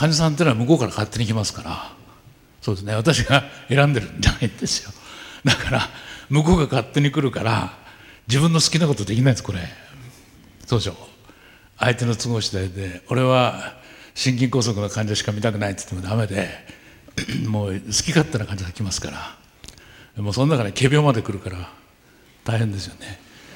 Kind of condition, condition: setting, live audience